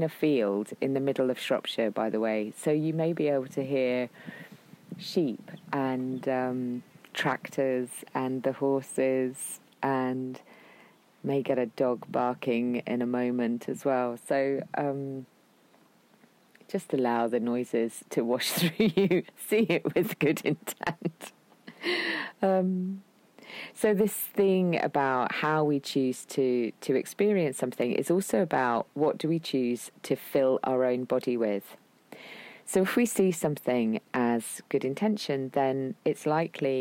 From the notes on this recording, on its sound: Forgive the wind, sheep and horses who intermittently appear in this episode - it was recorded in an open field in the wilds of Shropshire!